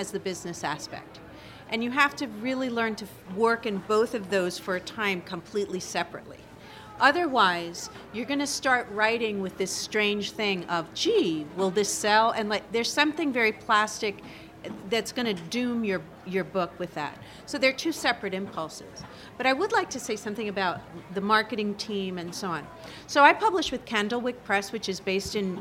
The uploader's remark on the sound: 30 Minutes spotlights excerpts from the 2016 Tucson Festival of Books.